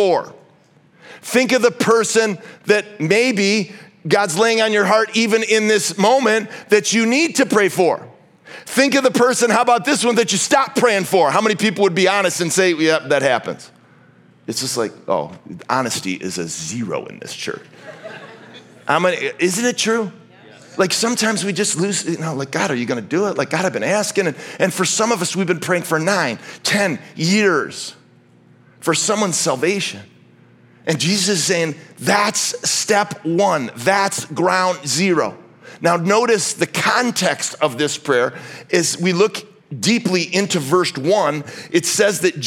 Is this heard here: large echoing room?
yes